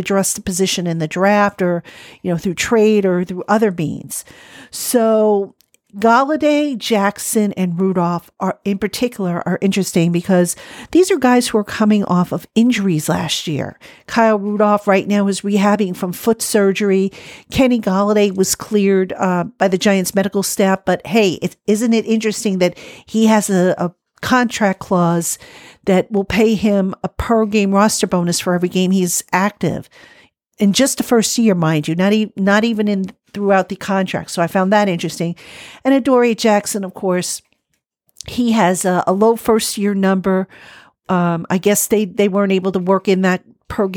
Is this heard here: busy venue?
no